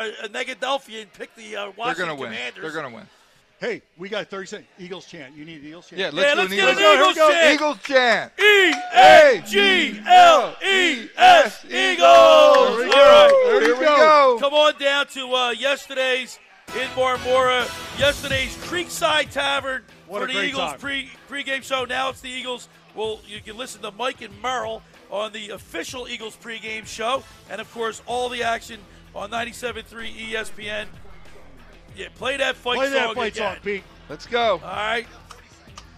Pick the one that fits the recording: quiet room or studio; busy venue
busy venue